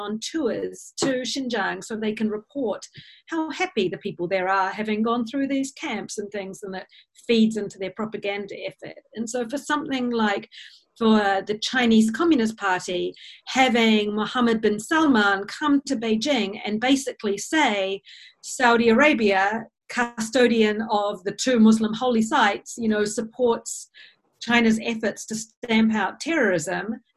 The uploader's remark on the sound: In this La Trobe Asia webinar